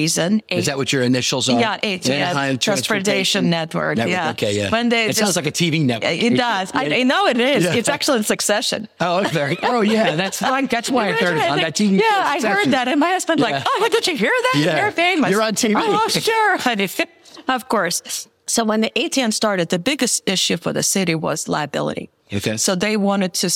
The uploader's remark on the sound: Recorded live at APTA Tech.